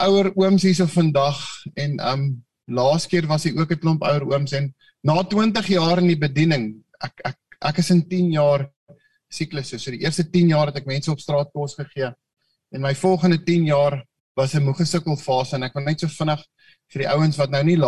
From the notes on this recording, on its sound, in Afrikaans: Manne van die Woord Zoom Byeenkoms 8 Maart 2022